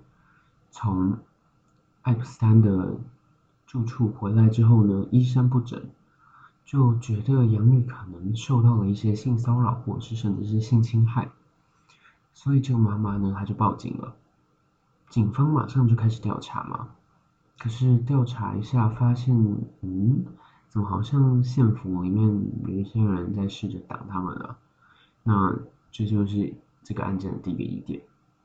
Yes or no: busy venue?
no